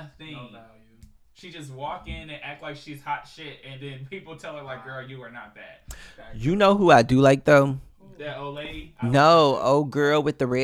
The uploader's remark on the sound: DISCLAIMER WE HAD STUDIO ISSUES. When you come to the fallout there is always technical difficulties.